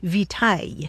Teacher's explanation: along the way it lost that hard C sound, so it sounded more like vitaille.